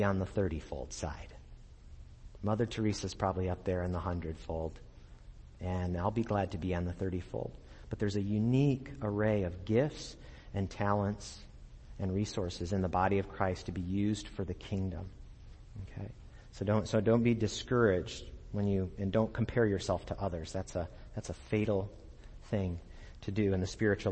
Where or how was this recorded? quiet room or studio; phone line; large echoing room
large echoing room